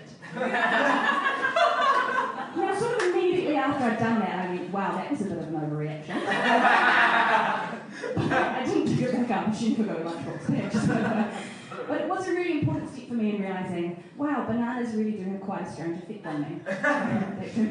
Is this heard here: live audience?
yes